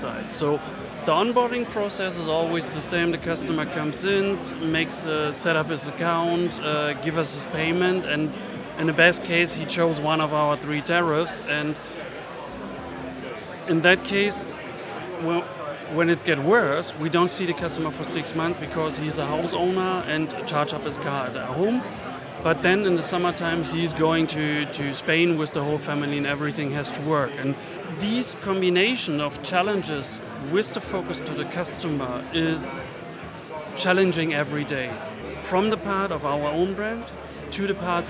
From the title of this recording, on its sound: Live from Fintech Talents Festival